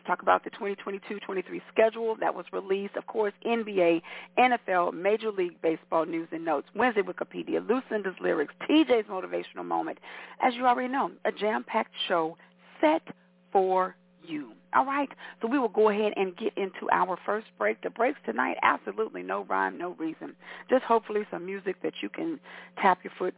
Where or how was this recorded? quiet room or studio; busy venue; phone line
phone line